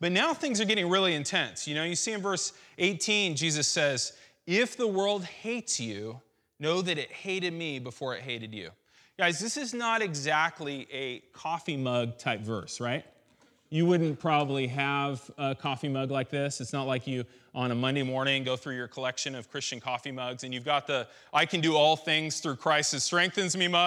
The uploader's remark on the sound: This message was recorded on July 17th, 2016 at our Menifee campus.